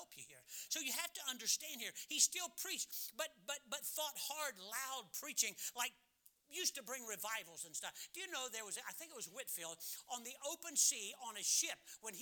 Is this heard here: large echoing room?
yes